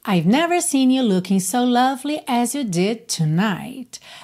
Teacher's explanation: você não ouve esse I've do começo com muita clareza, né? O never seen tem muito mais atenção por conta do próprio conteúdo, né?